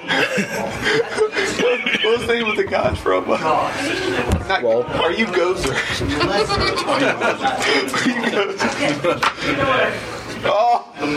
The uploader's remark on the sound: recorded at Fear the Con 7